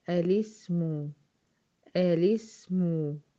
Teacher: فانا عند البدء بهذه الكلمه هثبت الاولى اللي هي هقول واقوم التانية هتحذف، واقوم قايله ايه الاسم، الاسم، اكسر اللام عشان مش هينفع اخلي ساكنين ورا بعض